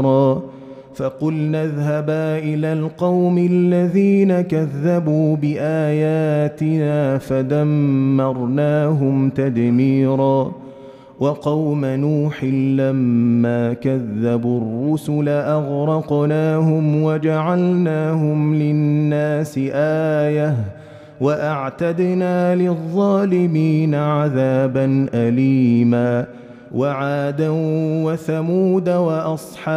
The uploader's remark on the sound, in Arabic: مسجل من صلاة التراويح بمسجد السلام بحي مشرفة بجدة.